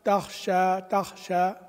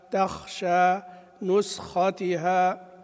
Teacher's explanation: الخاء يراعى بيان همسها لا سيما إن سكنت · Shown in: second take · نسختها سكنت أو تحركت، لكن المتحرك أمره أيسر، وتخشى وإن تحركت كذلك يعني يحرص على بيان همسها، نسختها، لأن البعض ينطق بالخاء يعني كما يقول بعض المشايخ مبرية ما تظهر، تخشى هكذا، لا، تخشى نسختها.